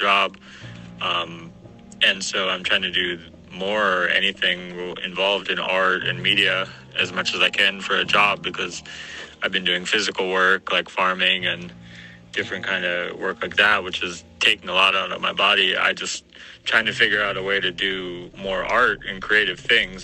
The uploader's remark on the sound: In this recording I had a talk with my friend in Yemen. Calls are blocked but we could record it with voice messages on WhatsApp.